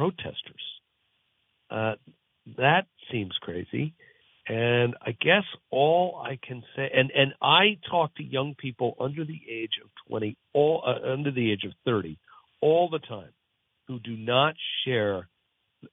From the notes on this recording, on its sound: Calls from the Audience. Takes your phone calls!